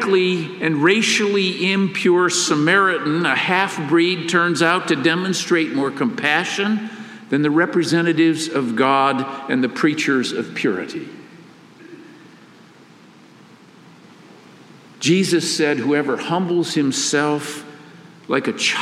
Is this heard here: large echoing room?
yes